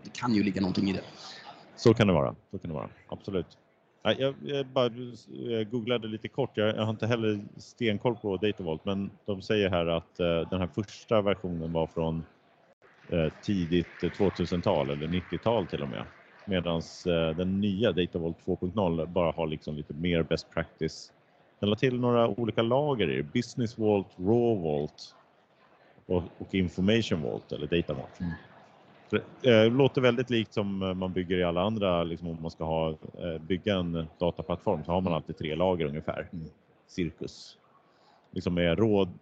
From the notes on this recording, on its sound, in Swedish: Veckans avsnitt är inspelad på Data Innovation Summit 2023.